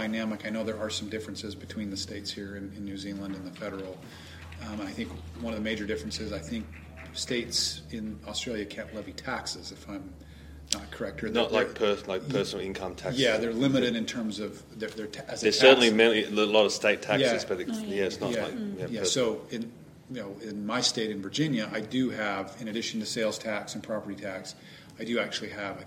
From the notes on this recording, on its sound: We are at the 2022 ALS Friedman Conference – Australia’s biggest and best pro-liberty conference.